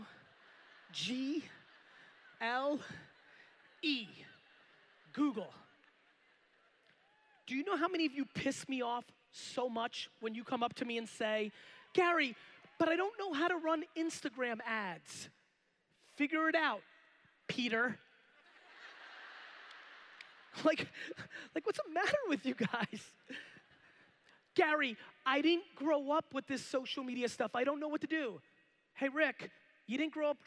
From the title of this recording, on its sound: A keynote: Beachbody Coach Summit 2016